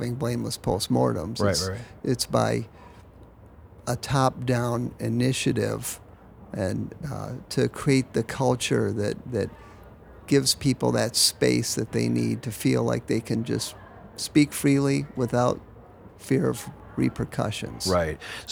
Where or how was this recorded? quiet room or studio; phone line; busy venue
busy venue